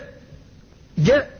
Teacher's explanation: فالذي يقول جاء هذا أخذ بالانفتاح ولم يأخذ بالشدة فجعلها قريبة من الشين، والذي يقول جاء هذا أخذ بالشدة فجعلها قريبة من الدال ولم يأخذ بالانفتاح، وهي بينهما، فتقول جاء جاء فيها الشدة وفيها الانفتاح · الجيم لها صفات منها الشدة والانفتاح، وهما صفتان قد تتعارضان لدى بعض الناس، فلذلك إما أن يأخذ الإنسان بالشدة فقط فيجعلها بمثابة الدال، أو يأخذ بالانفتاح فقط فيجعلها قريبة من الشين، وكلاهما خطأ. · Term: شديدة منفتحة